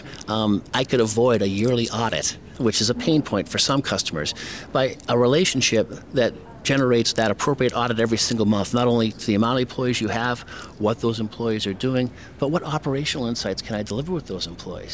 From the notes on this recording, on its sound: spoke with AM Best TV at RIMS' annual Riskworld conference, held in Atlanta.